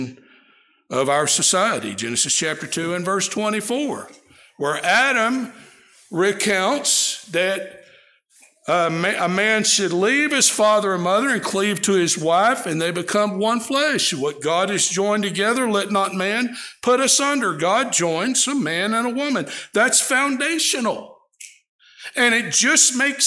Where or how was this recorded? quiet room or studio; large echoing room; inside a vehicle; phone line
large echoing room